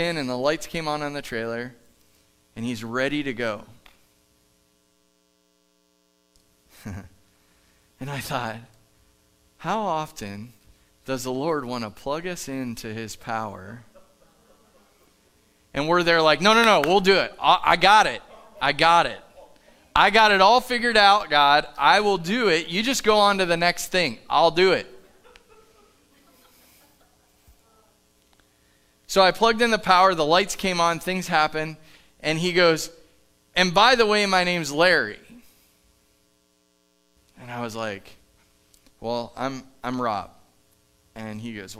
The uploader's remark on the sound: Live from The Summit Church in Dover, OH